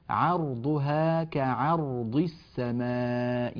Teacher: ننبه إلى حرف العين المرققة المجاورة للراء المفخمة